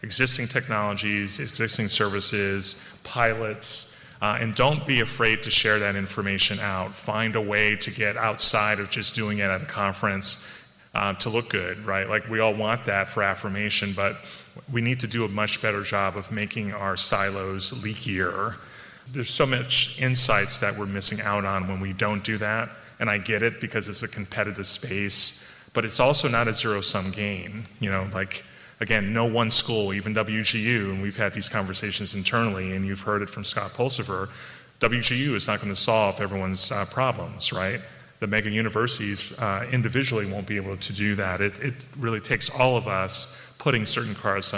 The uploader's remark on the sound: This special live episode of the podcast was recorded on stage at SXSW EDU 2023 in Austin, Texas.